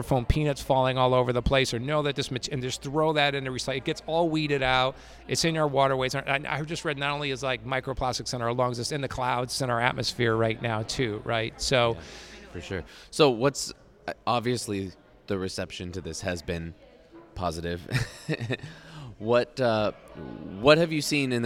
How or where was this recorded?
busy venue